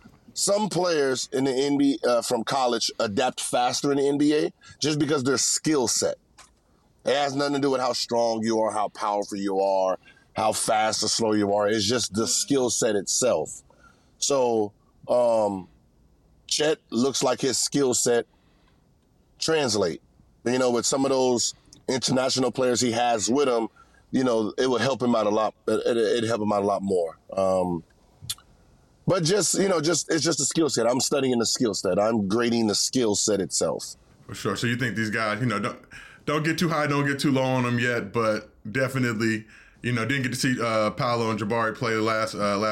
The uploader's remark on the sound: Did it while driving.